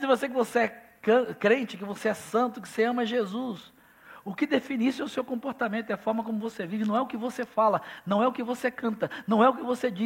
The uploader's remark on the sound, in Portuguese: Celebração ao vivo